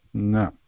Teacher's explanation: So it is similar to ka or ga, or you can think of ga, but ga, while pronouncing it, the air completely comes out of mouth, whereas while pronouncing ng, the nasal passage is also opened for the air